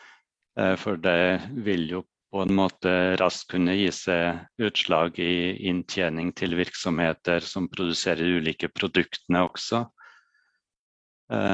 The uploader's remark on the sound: Live Zoom